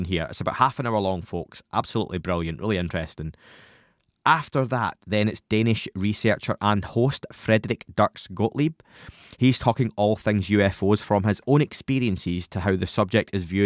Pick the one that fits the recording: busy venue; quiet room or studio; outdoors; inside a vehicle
quiet room or studio